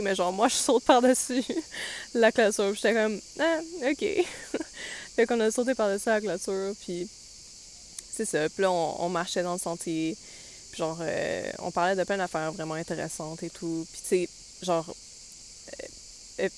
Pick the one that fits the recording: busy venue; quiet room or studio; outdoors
outdoors